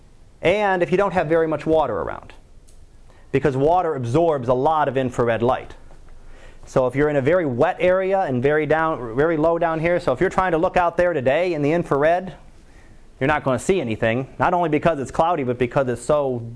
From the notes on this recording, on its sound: Live Class Lecture.